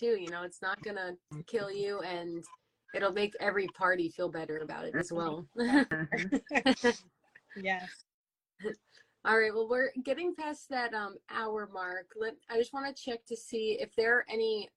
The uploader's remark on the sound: We were invited to go live on instagram